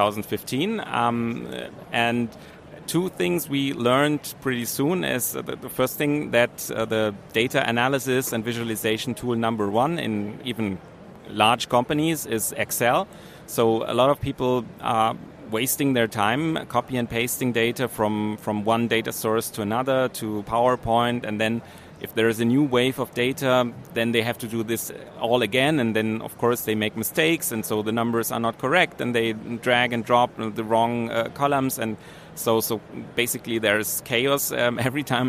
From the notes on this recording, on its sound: RoadTrip – Startuprad.io goes #SXSW. In our first season, we’ll feature startups at one of the coolest tech conferences in the world, the South by Southwest in Austin, Texas.